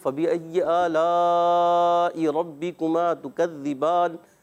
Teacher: را پر زبر آنے کی وجہ سے پر، اور کاف کو رکھنا ہے باریک، اور آخر میں ہو جاتا ہے مد عریض.